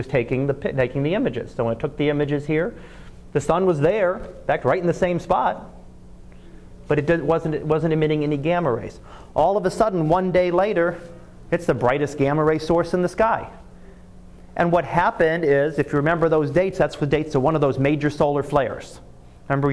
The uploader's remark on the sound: Live Class Lecture